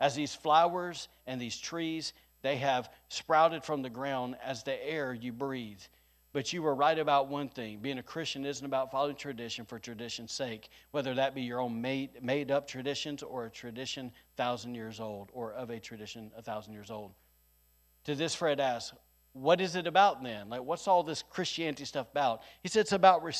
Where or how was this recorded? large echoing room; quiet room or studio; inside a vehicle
large echoing room